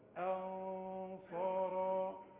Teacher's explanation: والغنة تخينة علشان الصاد، انما الهمزة مرققة، ما قلش انصارا، انصارا.